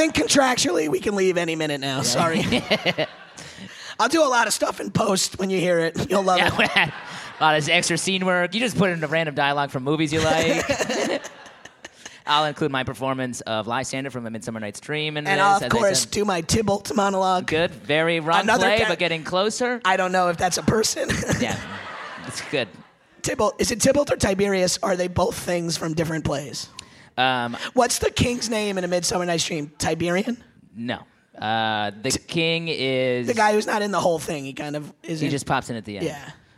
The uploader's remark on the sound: live at the Rub Club in Philadelphia